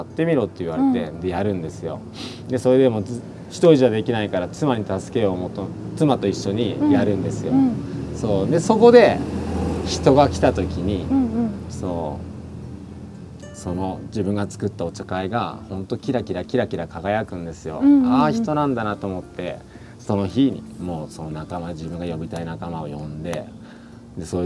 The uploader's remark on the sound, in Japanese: ご自宅のお庭で収録させて頂きました。